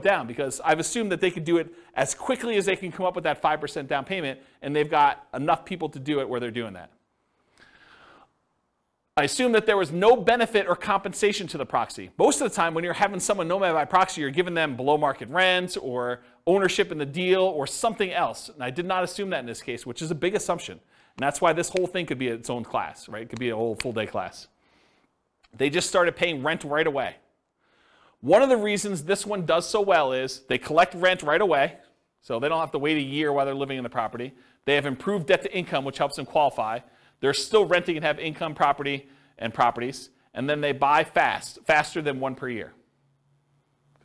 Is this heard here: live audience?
yes